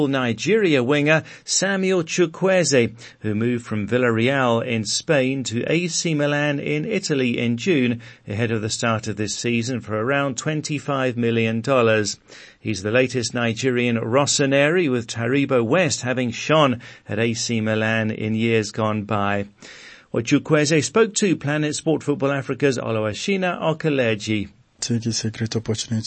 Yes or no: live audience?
no